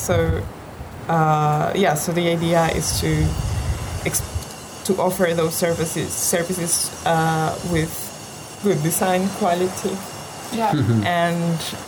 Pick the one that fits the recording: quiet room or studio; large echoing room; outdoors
outdoors